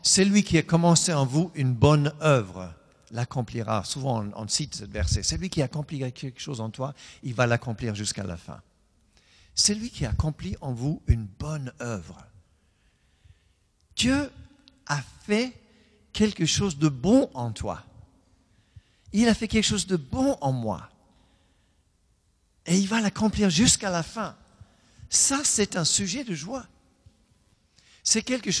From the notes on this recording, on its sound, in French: Enregistré à l'église CVV, le 04/10/2020